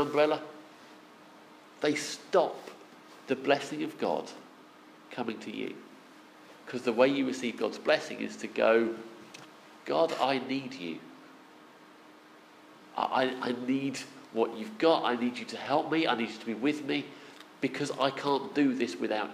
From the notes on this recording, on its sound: Our sermon from the 11am service on Sunday 23rd October 2016